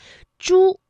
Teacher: 它这个舌尖呢是要抵住或者是接近硬腭的前部来发音的